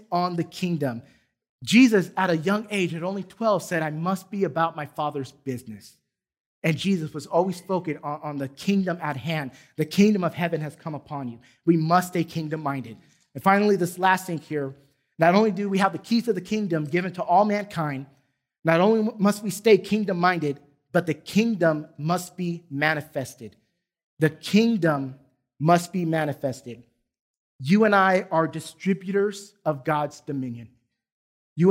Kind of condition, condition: setting, large echoing room